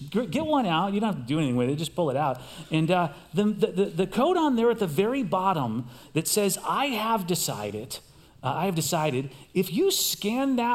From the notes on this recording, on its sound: Recorded live at CrossWinds Church on July 23, 2023.